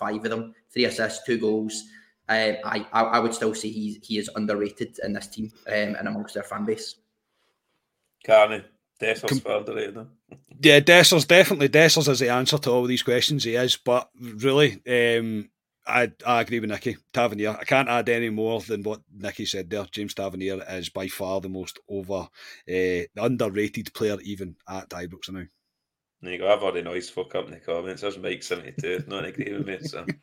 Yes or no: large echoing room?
no